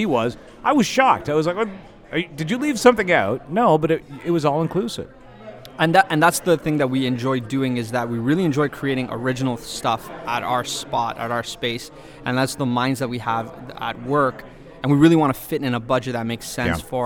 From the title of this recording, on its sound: LIVE from the ITEX Canada Meet & Greet